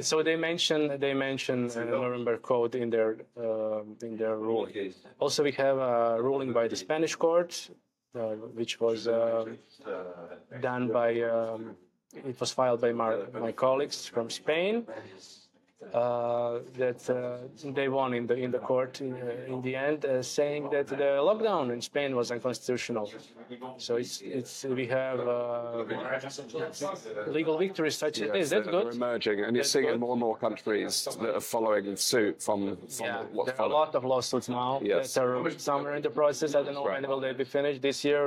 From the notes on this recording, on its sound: recorded at the International Covid Summit